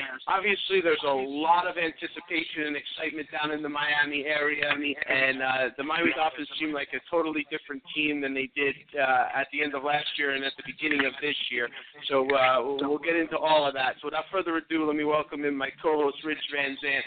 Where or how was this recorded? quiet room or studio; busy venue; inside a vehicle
busy venue